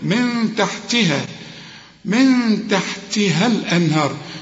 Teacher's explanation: نون بعدها تاء والتاء من حروف الإخفاء هنا عايزة غنة